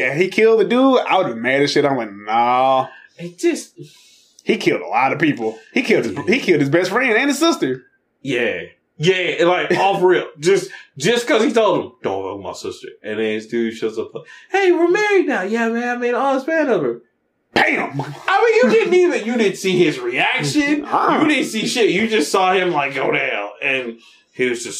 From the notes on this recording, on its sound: hopefully this is the last time that we will ever be using a mini sound recorder